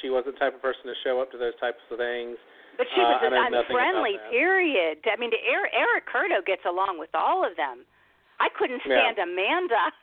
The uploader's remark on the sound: LIVE CALL IN! Tonight we open up the phone lines to anyone who wants to give their feelings on the season, the winners, or the jury.